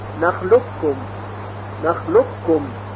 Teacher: بعضی نظرشون این هست که ادغام در نخلوق کم ناقص هست به همین صورت که گفته شد، و برخی هم قائل به این هستند که ادغام اون کامل هست، یعنی قاف براحتی در کاف ادغام میشه و هیچ اثری از استعلاء حرف قاف باقی نمیمانه · Term: ادغام کامل